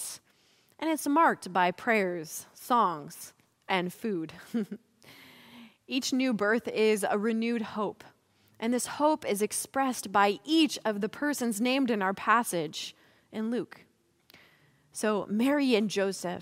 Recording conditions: large echoing room